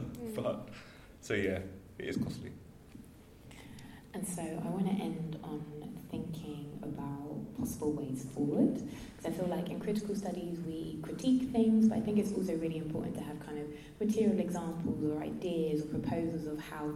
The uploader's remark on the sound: This was a panel discussion at the graduation show